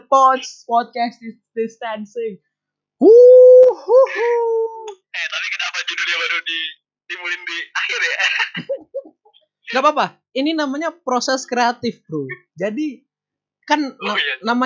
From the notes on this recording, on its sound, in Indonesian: Ini podcast perdana yang dilakuin tanpa ada orangnya langsung alias lewat call Whatsapp! Udah pake audio seadanya, putus-putus pas di call, ehh banyak gangguannya pula wkwkw.